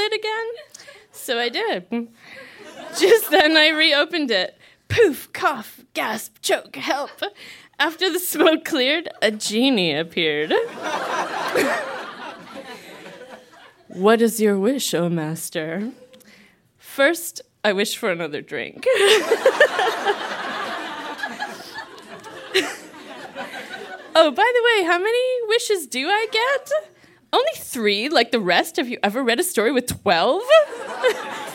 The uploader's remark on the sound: Recorded live at Yuk Yuk's in Ottawa.